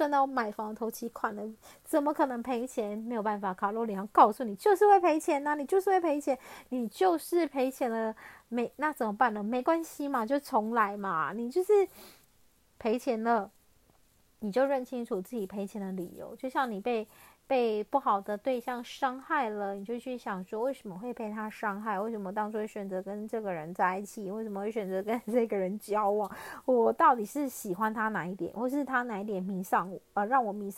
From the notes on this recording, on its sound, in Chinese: 這一集換了錄音方式，所以有些沙沙的聲音